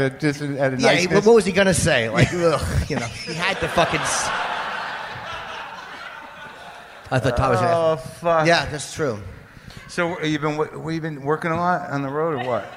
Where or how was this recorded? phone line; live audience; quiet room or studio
live audience